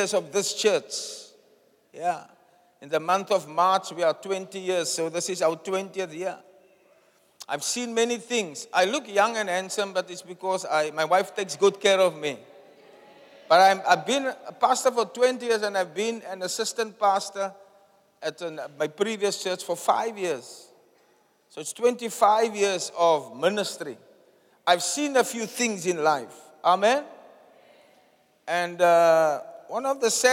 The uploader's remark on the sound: Preached at the Zion Sanctuary, Cape Town